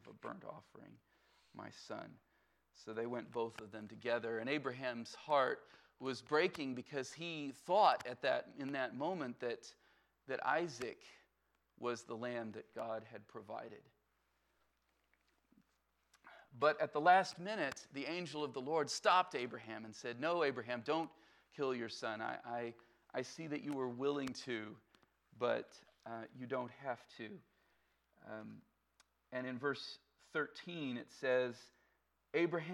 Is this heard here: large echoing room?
yes